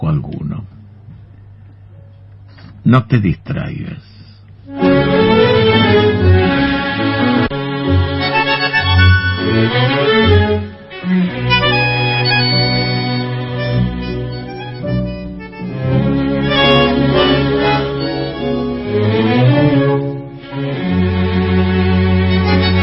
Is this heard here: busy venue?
no